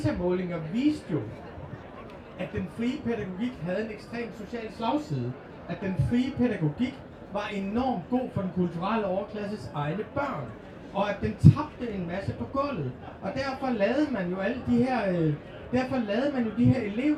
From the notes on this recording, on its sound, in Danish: Dette er optaget til et arrangement på Folkemøde 2023